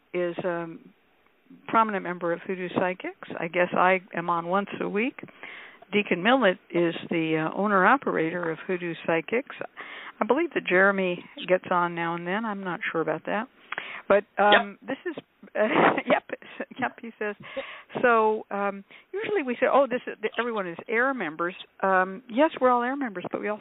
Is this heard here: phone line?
yes